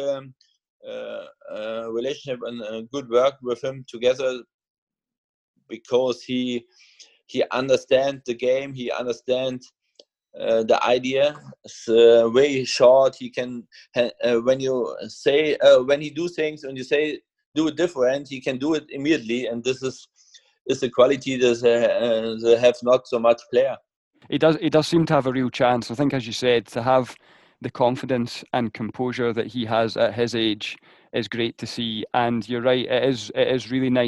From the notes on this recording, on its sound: we caught up over Zoom to talk it all through